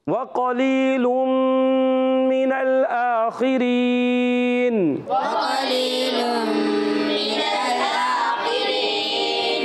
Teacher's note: ایک الف کھینچیں گے اور نون کو وقف کریں گے تو نون ساکن ہو جائے گا، وقف بالاسکان بھی ہوگا اور مد عارض بھی ہوگا۔